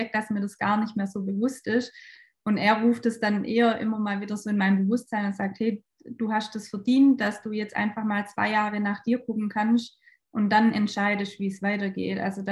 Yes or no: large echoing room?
no